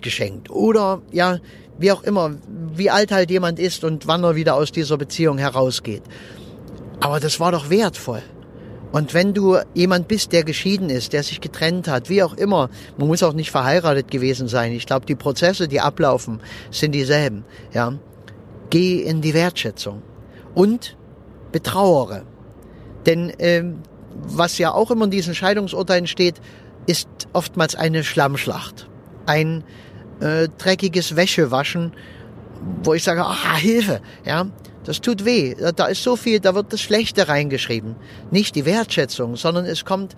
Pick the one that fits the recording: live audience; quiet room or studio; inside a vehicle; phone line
inside a vehicle